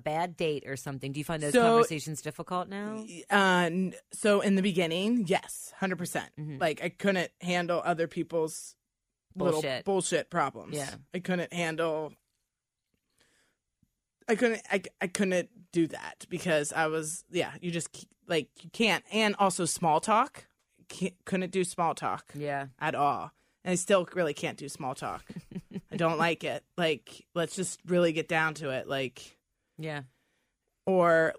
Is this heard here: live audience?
no